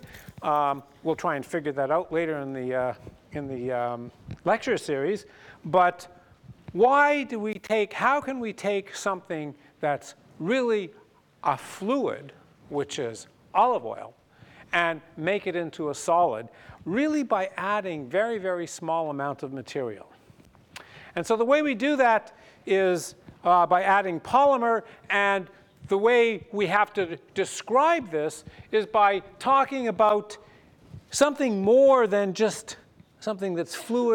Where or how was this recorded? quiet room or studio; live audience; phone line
live audience